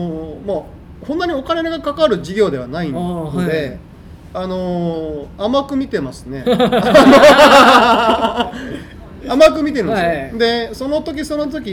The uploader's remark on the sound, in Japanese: 滋賀県長浜市、JR長浜駅前に新しくできた「長浜カイコー」。このエピソードは、長浜カイコーにて開催されたグッドデザイン賞受賞作の展示イベント「長浜デザイン今昔物語」のオープニングトークとして公開収録されたものです。